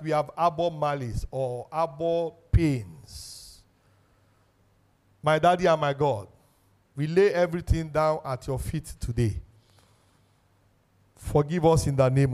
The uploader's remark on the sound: This sermon was Preached Live.